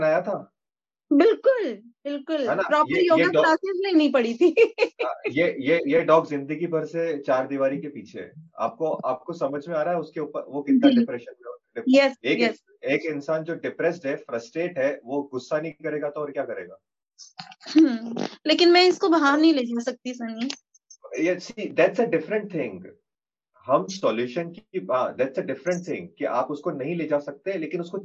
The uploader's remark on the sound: Our expert team recently held a Zoom call.